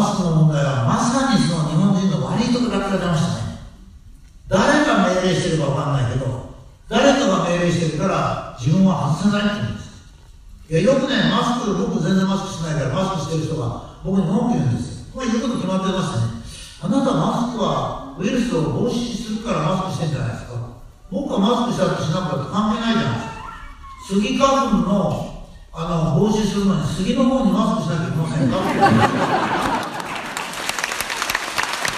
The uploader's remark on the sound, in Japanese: 緊急収録パート２。この講演会無料でした。音声があまりよろしくないです、ごめんなさい。